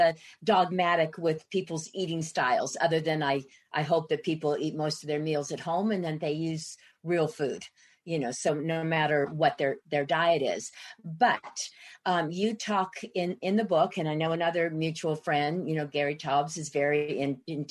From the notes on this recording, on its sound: This program was recorded via video conference on June 1st, 2021 by the Commonwealth Club of California